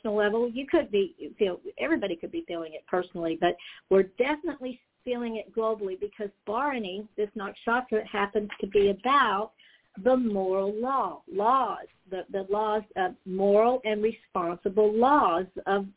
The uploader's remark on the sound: in response to caller’s questions